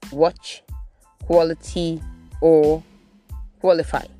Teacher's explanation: And letter A in those words, you could hear the sound O in them. That is actually and absolutely correct, because letter A after W in words, or letter A after QU in words, because whenever you have QU, you have the sound being qu, and that means there is a w sound.